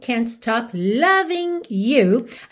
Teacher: Apóstrofo aí substituindo essa letra G, o que é muito comum numa linguagem informal, já que essa letra G da terminação ing não é pronunciada